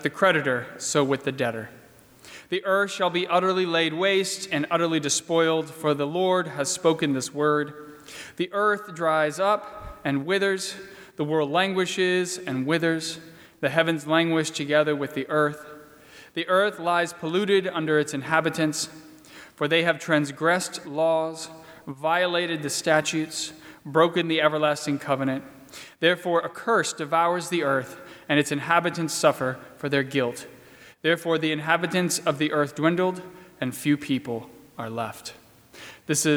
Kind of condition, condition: setting, large echoing room